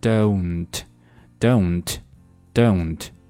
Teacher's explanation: 它其实是一个双元音加上了一个前鼻音的一个读法。首先跟我来读这个双元音 oh，然后在这个 oh 的后面再加上前鼻音这个时候把它们两个连接在一起，把这个双元音和前鼻音连接在一起，变成 own 很简单对吧？那这个时候最后我们再在前面加上辅音的，连在一起就变成了 don't don'tdon't，而不是 don't 啊，简单粗暴的 don't 听起来呢是非常错误的，甚至可能在有些情况下会造成对方理解的错误啊，或者理解的困难。所以说再跟我读一遍 don't don't 啊 OK。Unless you don't